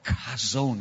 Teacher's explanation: yung pong pagpinronounce mo yung kazon, galing po dito sa lalamunan